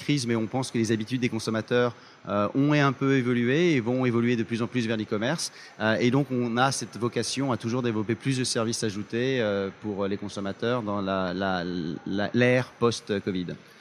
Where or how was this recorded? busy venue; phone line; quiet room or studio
busy venue